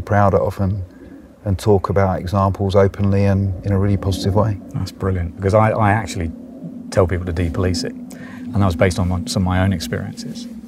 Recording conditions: outdoors